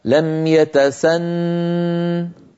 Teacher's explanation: لم يتسن بنون مشددة مغنونة